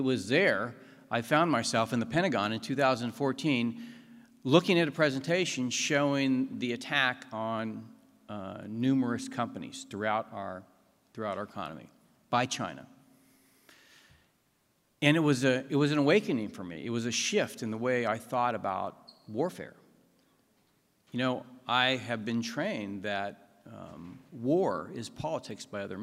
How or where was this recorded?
live audience